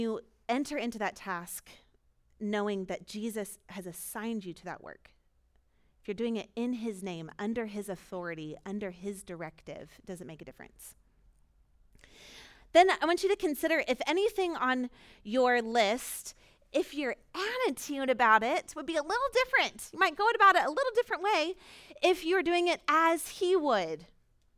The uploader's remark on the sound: Recorded at our Sunday gathering on April 24, 2022.